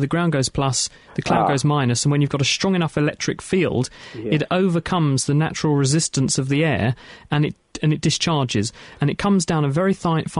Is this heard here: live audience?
no